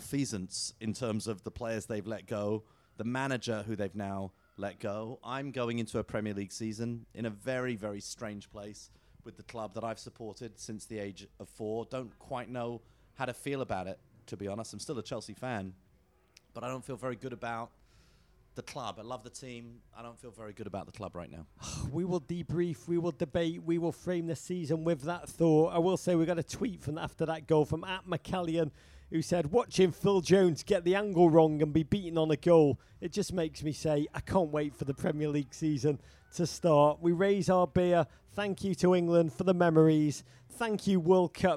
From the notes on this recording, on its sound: from a makeshift studio at the Budweiser Live Final Experience in NYC